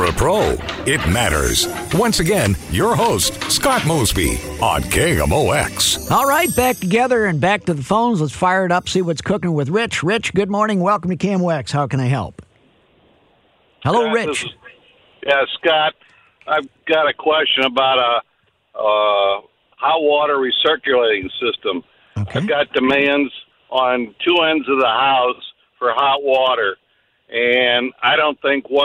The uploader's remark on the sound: Takes your phone calls on various home improvement problems and projects.